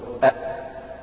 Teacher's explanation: في قوة في الاعتماد على المخرج منعت الهواء أن يجري، أو منعت النفس أن يجري · Term: الجهر